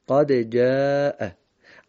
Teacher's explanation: این دال قد از نظر تجویدی قلقله داره. حالا اگر این قلقله رو با ظرافت انجام بدیم مشکلی پیش نمیاد.